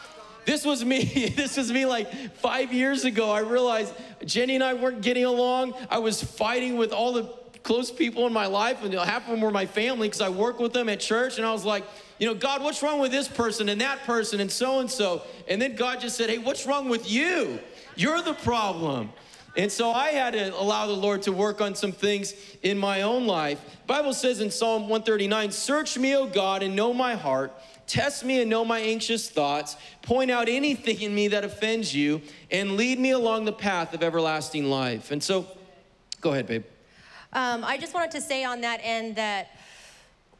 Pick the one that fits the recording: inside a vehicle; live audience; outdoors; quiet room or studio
live audience